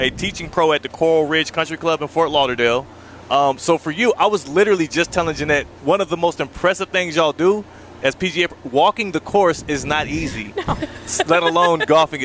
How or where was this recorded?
busy venue